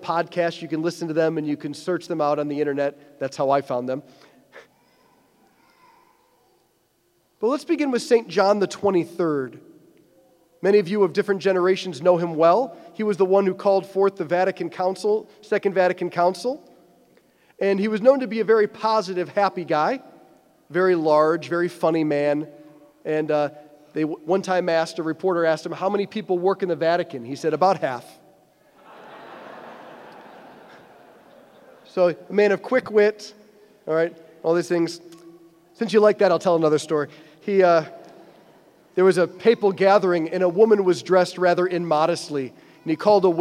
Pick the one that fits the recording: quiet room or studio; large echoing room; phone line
large echoing room